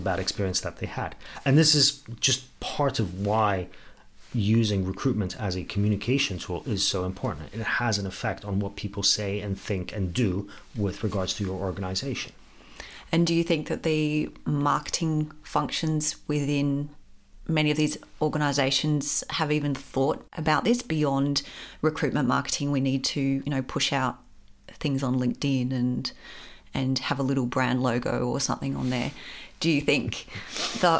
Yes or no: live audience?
no